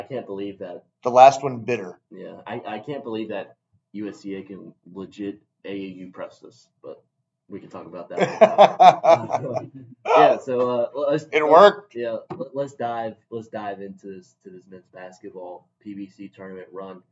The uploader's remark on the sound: Apologies for the wacky audio quality!